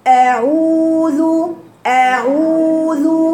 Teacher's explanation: مدي الواو حركتين، ما تقولي ما تاكليش الواو